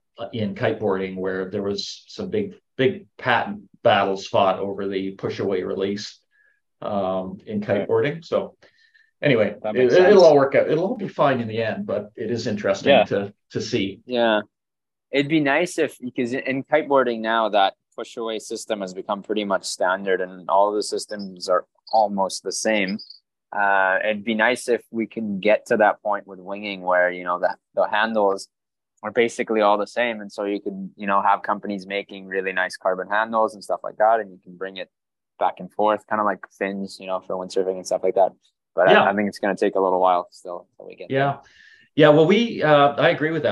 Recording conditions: video call